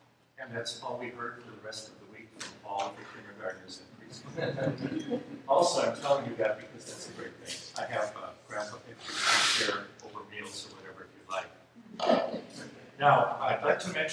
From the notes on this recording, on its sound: This episode is a recording of Plenary Session I from Wittenberg Academy's Family Retreat.